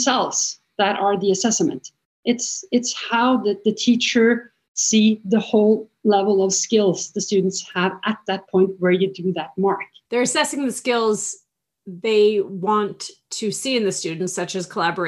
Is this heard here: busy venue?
no